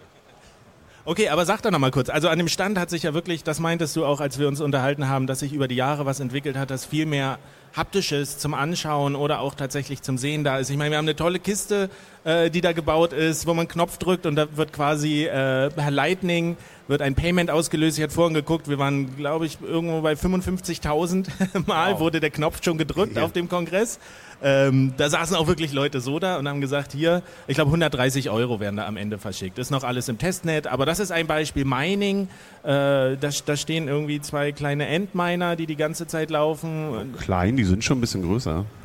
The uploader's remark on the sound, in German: Live auf der Bühne in Bild und Ton auf dem 34C3 hier in Leipzig Ende vergangenen Jahres aufgenommen. Nun scheint die Postproduktion der Aufnahmen vom 34C3 abgeschlossen.